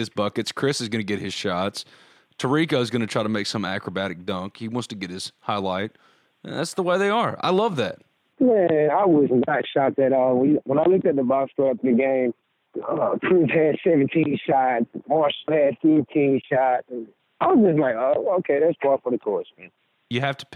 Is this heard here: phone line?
yes